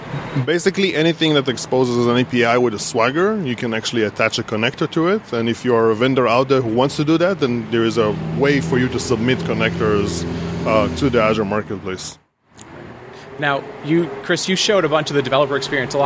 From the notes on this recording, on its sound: From ServerlessConf in Austin. Sorry for the background noise, we had to record outside.